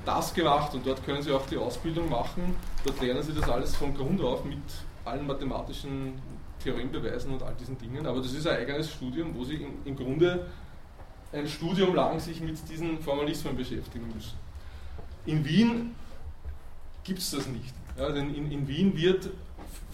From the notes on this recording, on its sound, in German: Diese Vorlesung wurde von Studierenden aufgenommen